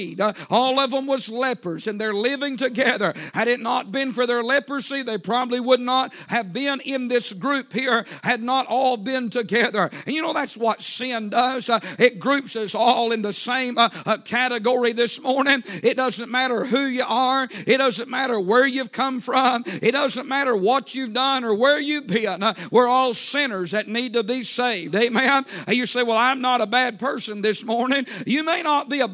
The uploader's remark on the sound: A sermon preached Sunday Morning